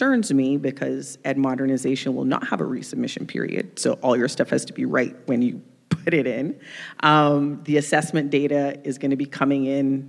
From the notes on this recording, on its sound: Thank you all for listening to part two of our special live episode of "A Date with Data" with OSEP at IDC's ii23.